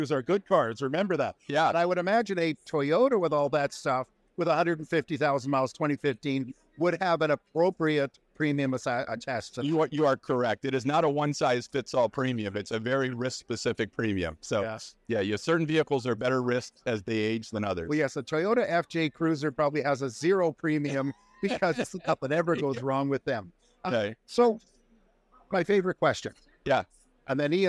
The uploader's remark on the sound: "Live" from NADA 2024